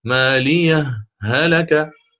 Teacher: نجعل سكتة لطيفة على هذه الهاء الأولى، وهي أيضا هاء سكت، وهي أيضا هاء سكت، فكما أثبتها هنا سأثبتها هنا، سأثبتها هنا، ولن آتي بالإدغام.